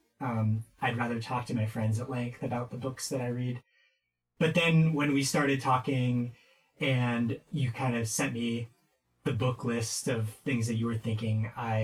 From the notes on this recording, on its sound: Experiment with the podcast form at the temporary expense of decent audio quality.